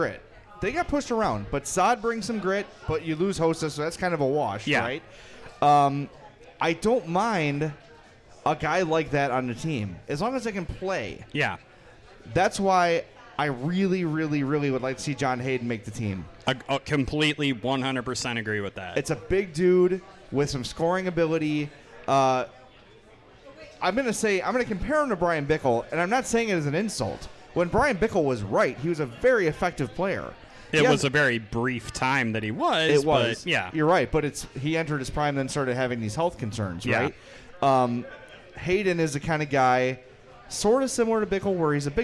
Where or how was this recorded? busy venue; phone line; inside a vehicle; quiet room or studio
busy venue